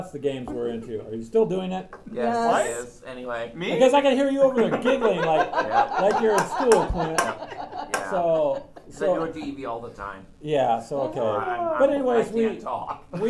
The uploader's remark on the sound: sitting at the local coffee shop